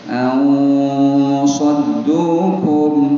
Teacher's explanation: Ada pun suad, huruf tebal, sehingga diangkat dan digelembungkan suaranya ke langit atas